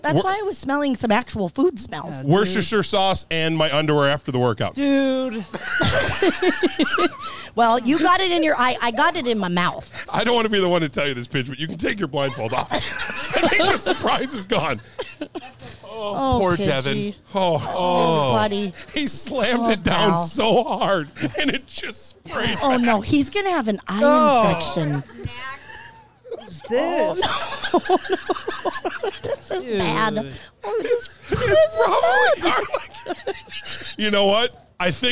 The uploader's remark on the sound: We do this podcast live from Sustainable Safari inside Maplewood Mall. Different location, same podcast shenanigan's!